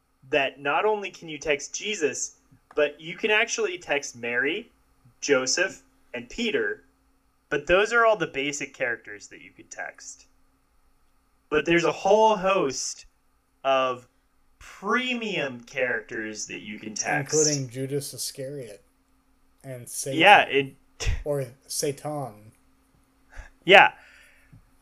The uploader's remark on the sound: the audio is a little wonky on this one